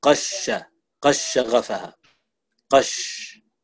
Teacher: راحت الدال كلها، ما في الدال، المخرج راح · Term: إدغام كبير